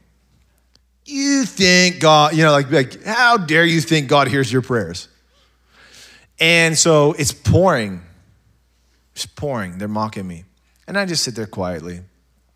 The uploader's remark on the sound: SOZO Church Belfair. SOZO Church, Belfair Washington.